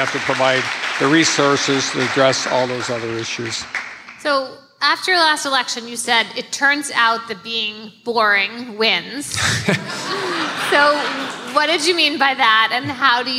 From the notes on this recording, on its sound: Live from Madison! Take the show on the road.